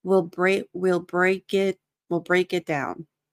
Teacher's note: So the K links to the I, and then the T, it's going to be, you're going to stop it, but you have to do the tongue in the T position.